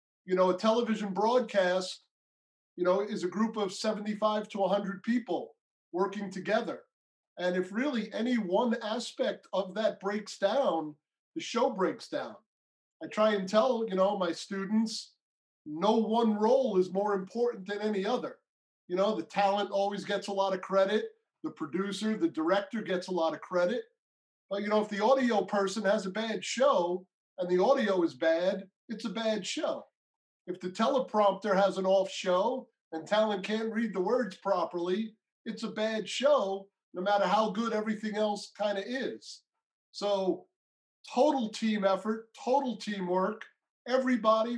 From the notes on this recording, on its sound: Their Zoom interview was the first time seeing each other in 10 years.